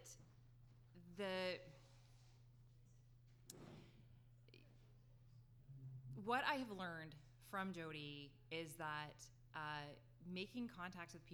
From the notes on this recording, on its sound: LIVE Episode. It is our first LIVE podcast recording.